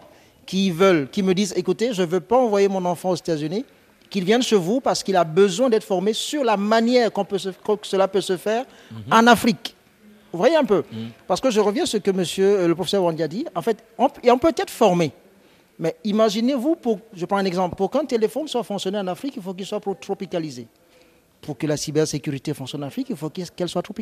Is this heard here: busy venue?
yes